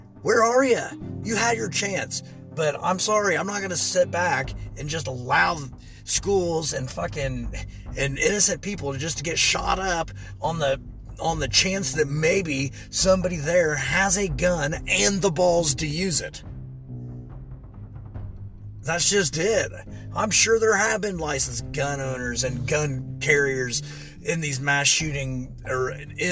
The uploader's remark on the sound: This was recorded in my truck so I apologize the quality isn't as good as the others